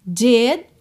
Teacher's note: Did, você quase não ouve o D, não é did last, não precisa se preocupar em pronunciar muito esse último D.